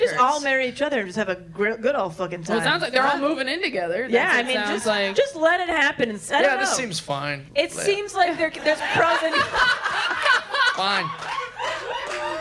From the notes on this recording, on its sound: LIVE from The Hollywood Improv. The girls are back at the Hollywood Improv for another LIVE episode.